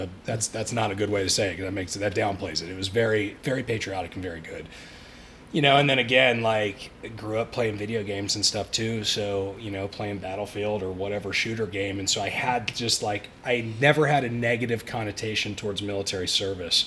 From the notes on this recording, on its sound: originally recorded at The Ellijay Cigar Lounge on the evening of Sept.